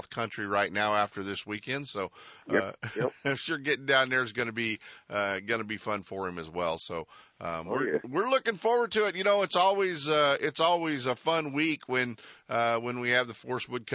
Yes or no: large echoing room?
no